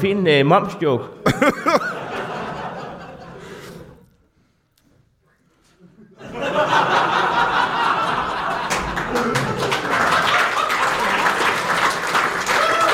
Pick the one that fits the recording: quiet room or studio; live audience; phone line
live audience